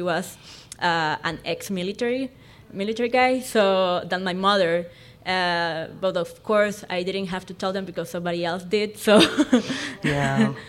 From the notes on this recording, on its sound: live conversation at the Queer Christian Fellowship Conference in Chicago